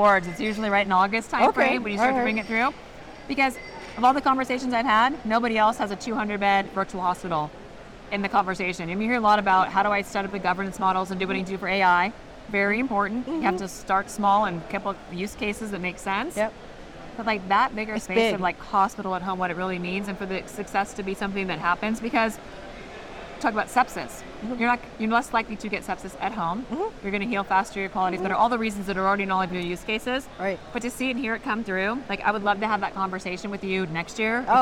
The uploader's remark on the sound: live from the 2023 CHIME Fall Forum